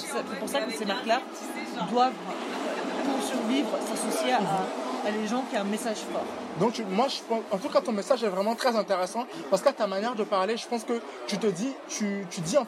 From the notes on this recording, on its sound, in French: Ce podcast a été enregistré au Pub Saint-Lazare dans la rue.